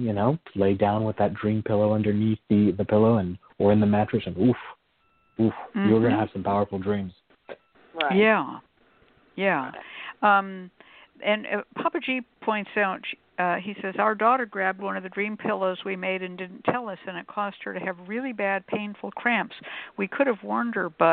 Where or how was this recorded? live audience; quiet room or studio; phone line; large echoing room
phone line